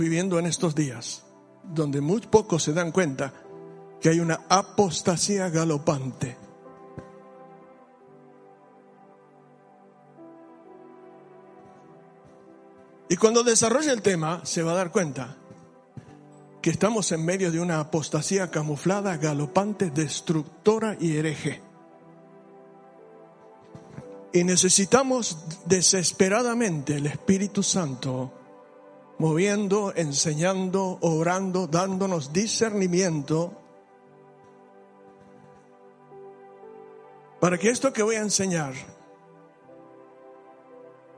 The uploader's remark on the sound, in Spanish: Sólo audio del domingo 26/7/15 en la Iglesia Bautista de Haedo.